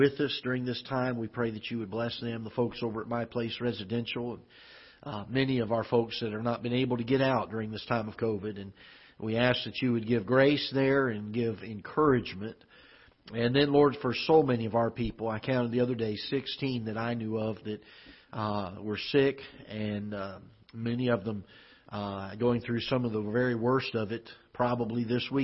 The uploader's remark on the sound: Ketha Heights Baptist Church ~ Live Broadcast